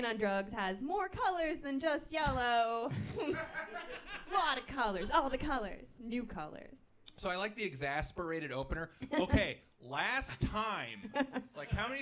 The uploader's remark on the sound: A live show that was recorded back in the halcyon days of 2017! Engage in some odd and surprising audience participation.